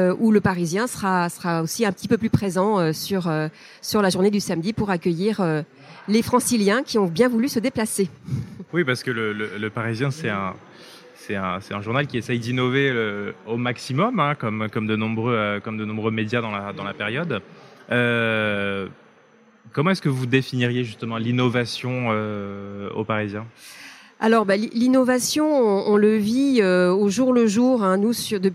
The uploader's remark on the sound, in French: CB News, partenaire média historique du salon, a été prendre le pouls de la relance, dans son studio au coeur de ce forum annuel des start-up et de la technologie. Enregistré en direct du salon.